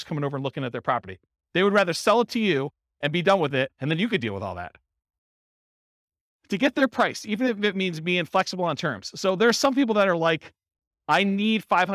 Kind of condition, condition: setting, live audience